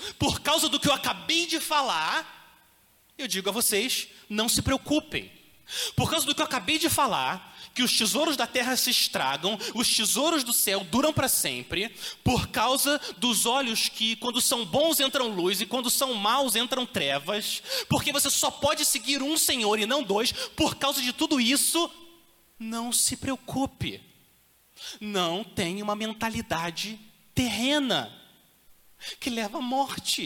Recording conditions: large echoing room